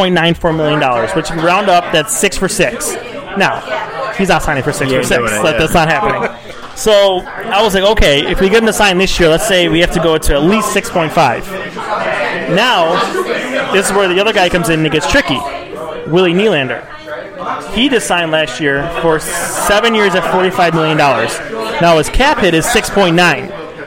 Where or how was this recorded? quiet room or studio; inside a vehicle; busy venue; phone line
busy venue